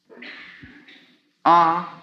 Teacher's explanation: when you pronounce ah, the mouth is open and the sound is at the back of the throat